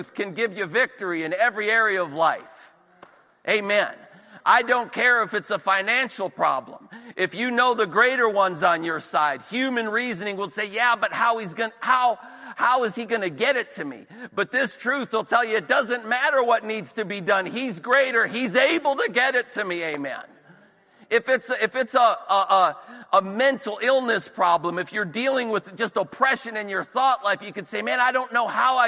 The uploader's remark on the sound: This recording is of the whole service.